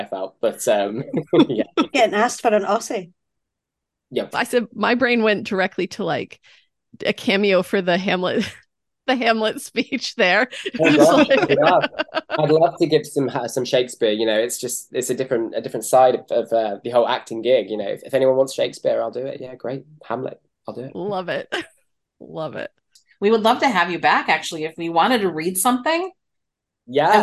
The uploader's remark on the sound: sit down (via zoom) and chat